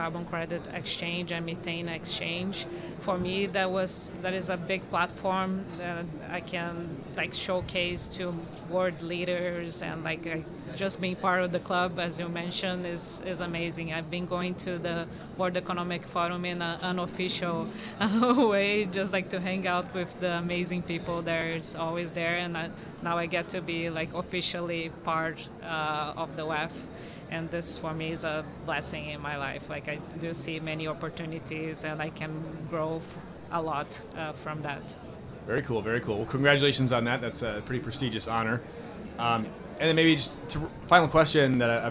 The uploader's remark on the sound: recorded onsite at Blockchain Rio